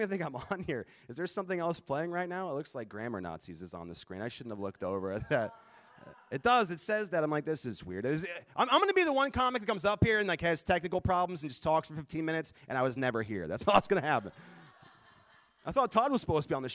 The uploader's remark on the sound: Includes the audio from a special show at The Comedy Zone in Charlotte, NC during the Covid-19 quarantine.